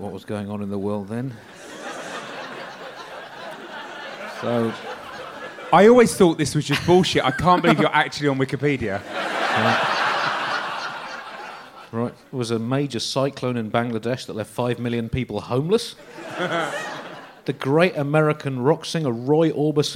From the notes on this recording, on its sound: a pretty spectacular live Bugle